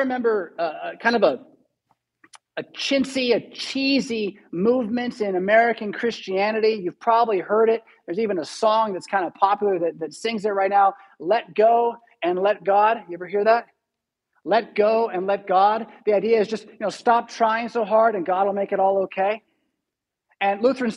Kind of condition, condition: setting, large echoing room